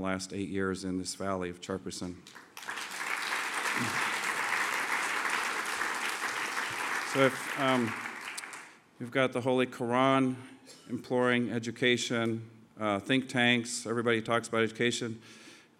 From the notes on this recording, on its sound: This two-part podcast was recorded at the 2008 International Achievement Summit in Kailua-Kona, Hawaii.